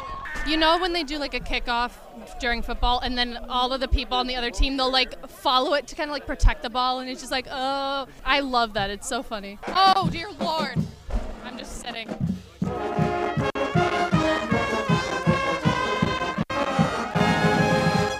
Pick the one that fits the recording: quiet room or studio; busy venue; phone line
busy venue